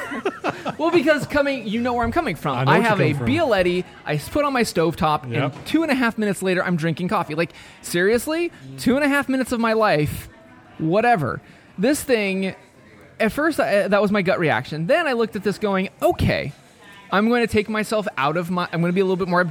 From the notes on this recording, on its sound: Recorded LIVE in the Dori's Coffee.